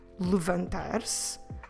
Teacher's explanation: You've probably noticed that when I'm saying the infinitive, and I will say it again, levantar-se, my stress, of course, is, because it's infinitive, it ends with the letter R, so I'm stressing the last syllable, because when we have a word in Portuguese ending with the letter R, the rule says that that is a stressed syllable, unless we have any accents on the word, which is not the case.